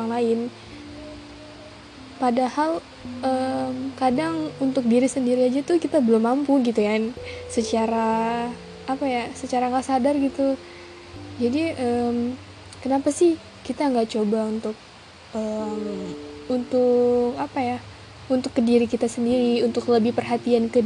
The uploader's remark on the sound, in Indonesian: Maaf banyak sound² di luar dugaan.